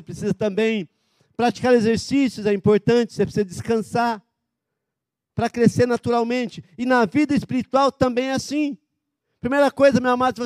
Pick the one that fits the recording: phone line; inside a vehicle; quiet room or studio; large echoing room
large echoing room